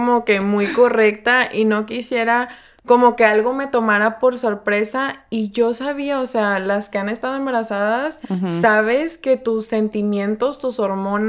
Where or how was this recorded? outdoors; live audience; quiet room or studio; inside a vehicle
quiet room or studio